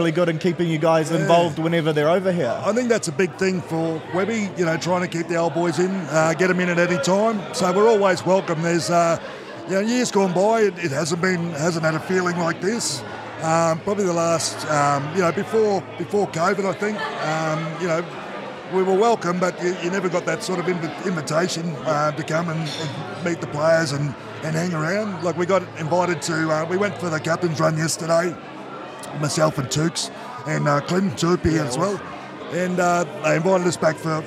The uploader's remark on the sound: Live from the Lord Alfred on Caxton Street in Brisbane